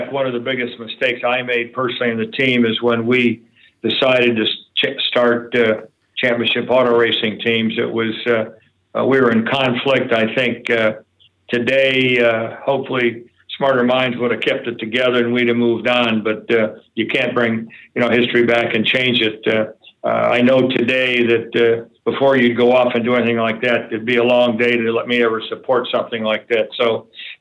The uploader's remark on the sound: call into the … Podcast